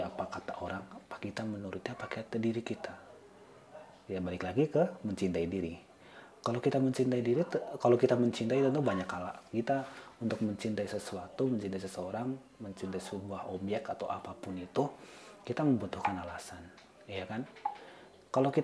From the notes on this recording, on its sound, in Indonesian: dalam setiap rekaman podcast ada noice di maklumi aja y